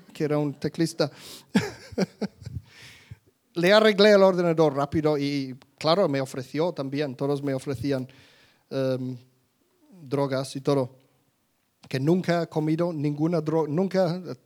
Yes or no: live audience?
yes